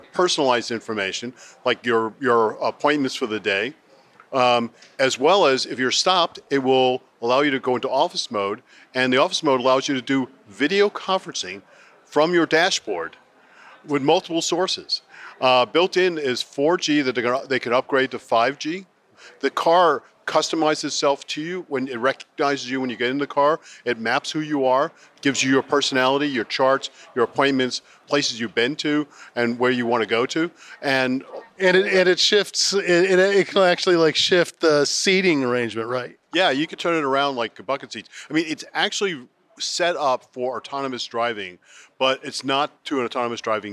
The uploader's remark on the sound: This is a special edition of our podcast, with reporting live from the Consumer Electronics Show in fabulous Las Vegas!